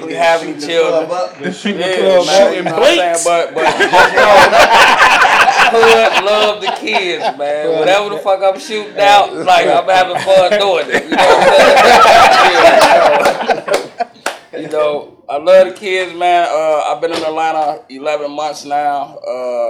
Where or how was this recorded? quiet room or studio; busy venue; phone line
busy venue